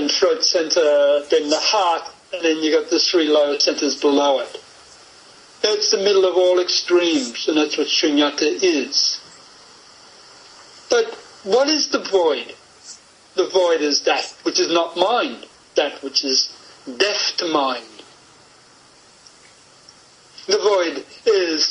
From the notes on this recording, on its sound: via a skype call (so please excuse the quality of the audio)